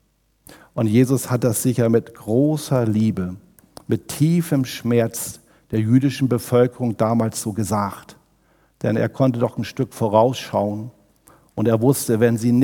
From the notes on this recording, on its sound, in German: aus dem Gottesdienst am Buß- und Bettag der Missionsberg-Gemeinde (LM)